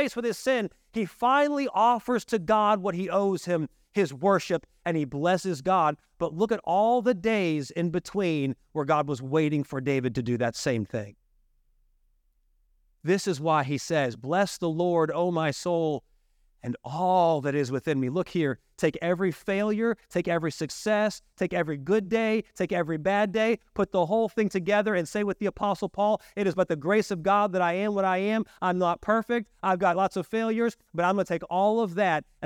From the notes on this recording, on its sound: During our evening service.